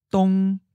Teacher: First tone, high flat.